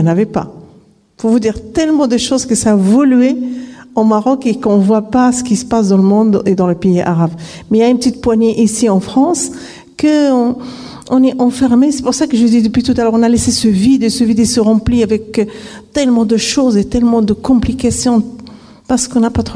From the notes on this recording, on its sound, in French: À la Salle Bizet de Vauvert à l’invitation du collectif du printemps de l’éducation contre le racisme et les discriminations en petite camargue. Nous avons eu la chance d'enregistrer l’intégralité de sa conférence. D’une heure d’échanges (questions réponses) avec le public venu malheureusement trop peu nombreux.